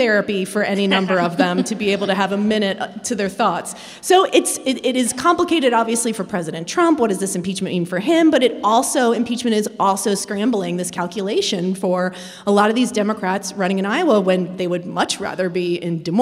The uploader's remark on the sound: This is a special episode, recorded in front of a live audience at the Harris Theater in Chicago, IL.